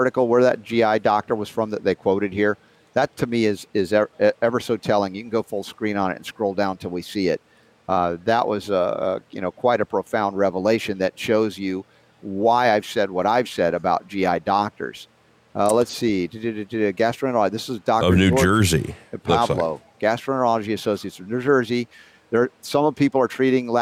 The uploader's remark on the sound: LIVE From Healing For The A.G.E.S.